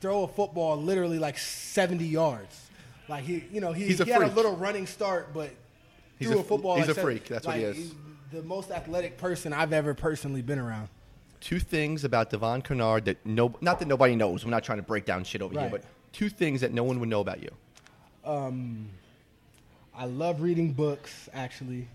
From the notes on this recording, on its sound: live from Jack Demsey's